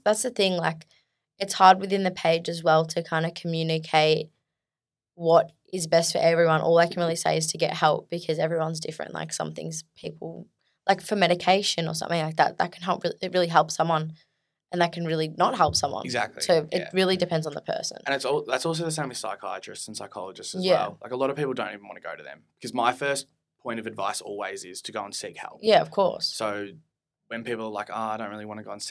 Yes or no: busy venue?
no